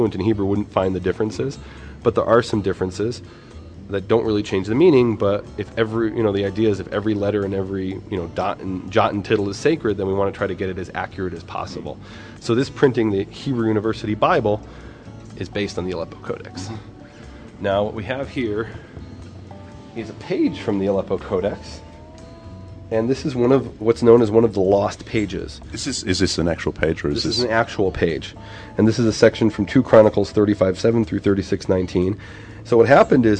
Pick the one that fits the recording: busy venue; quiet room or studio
busy venue